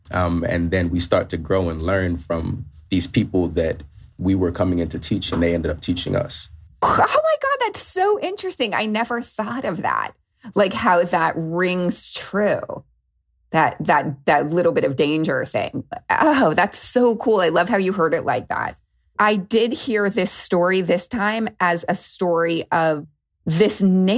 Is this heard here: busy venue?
no